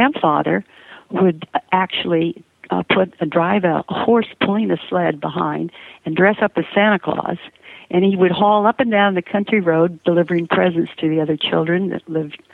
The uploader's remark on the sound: loads of holiday voicemails and live calls from listeners